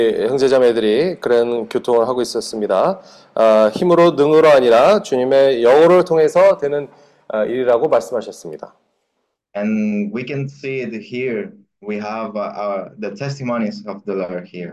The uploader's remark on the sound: Sunday zoom Meeting.